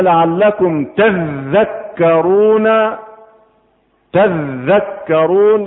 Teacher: أدغمت التاء الثانية في الذال